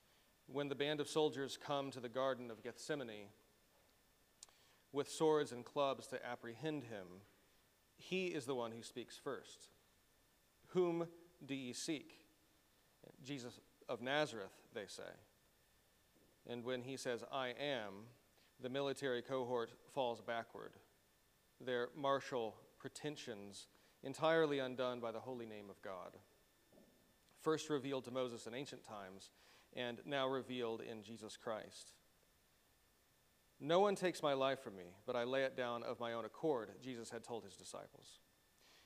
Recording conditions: large echoing room